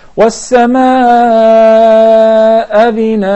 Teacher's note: I'm really overdoing it in order to explain that there is a mad muttasil, then it is followed by mad al-iwad because we stopped at the hamza, so we will replace the tanween with the al-mad.